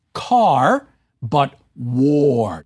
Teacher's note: the W rounds your mouth and gets you ready and rounds the vowel